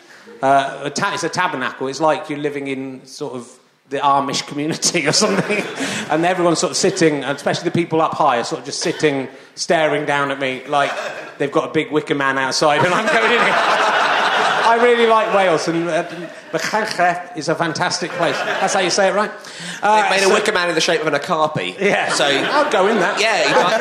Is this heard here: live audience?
yes